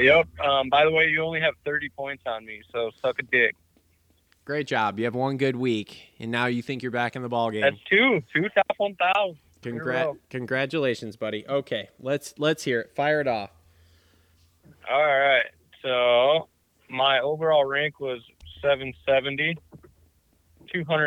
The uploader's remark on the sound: get on the phone